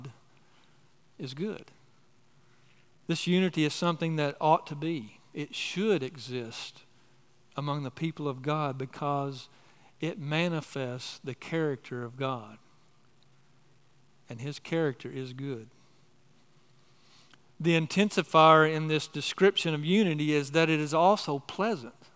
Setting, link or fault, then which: setting, large echoing room